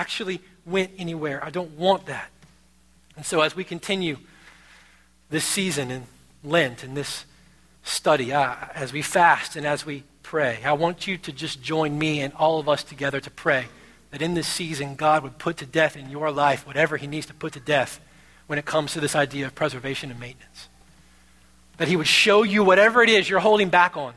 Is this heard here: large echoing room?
yes